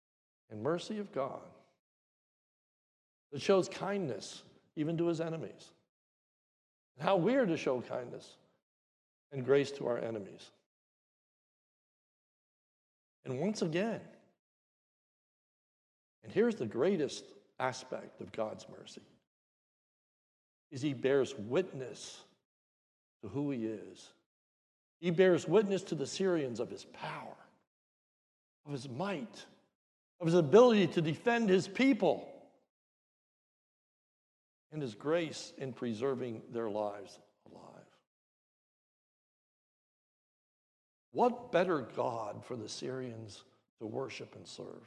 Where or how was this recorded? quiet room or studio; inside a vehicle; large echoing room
large echoing room